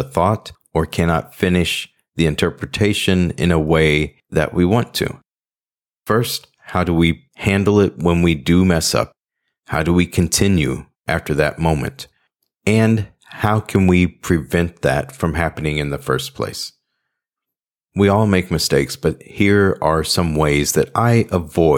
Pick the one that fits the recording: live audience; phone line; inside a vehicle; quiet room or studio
quiet room or studio